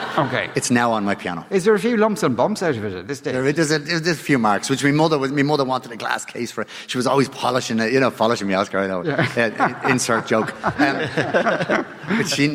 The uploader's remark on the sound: live from the Triskel Arts Centre in Cork City.